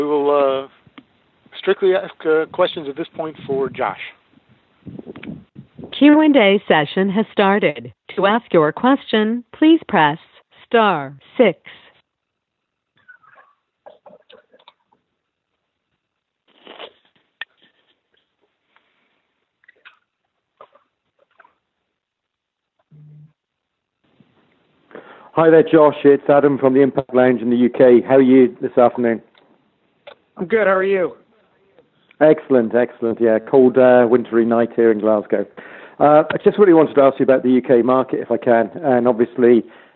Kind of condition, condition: link, phone line